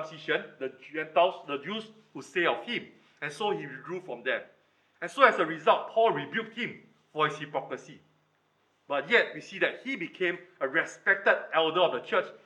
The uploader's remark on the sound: Recorded Live